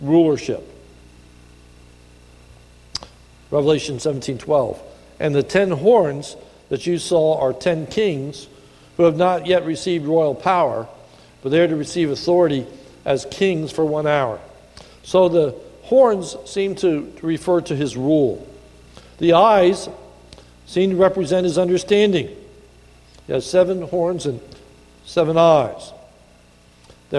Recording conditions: large echoing room